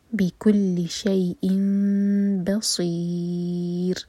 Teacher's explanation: با لائٹ صاد ہیوی اور را پر ہم رکیں گے، را کو ساکن کریں گے تو را باریک ہوگا اور سی ہم چار حرکہ لمبا کھینچیں گے. · تو جو تنوین کا ساؤنڈ نون ہے وہ میم میں چینج ہوا ہے تو انسٹیڈ آف شئی ان ہم کہیں گے شئی ان، میم کو پڑھیں گے اور اس کو دو سیکنڈس کے لیے ہولڈ کریں گے اور میم کو ایسے پڑھیں گے کہ ہمارے ہوٹ ٹائٹ بند نہ ہوں. · Term: اقلاب